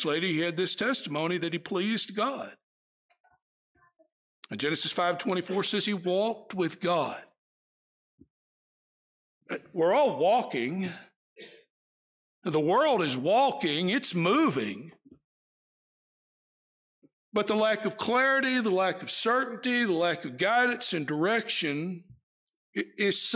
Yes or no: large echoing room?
yes